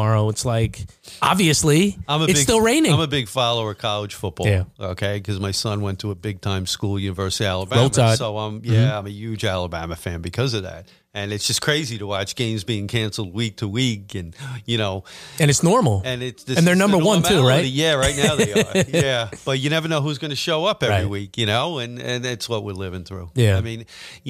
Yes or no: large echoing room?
no